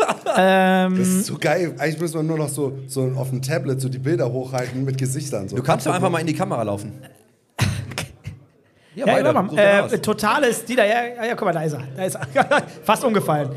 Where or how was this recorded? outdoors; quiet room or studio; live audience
live audience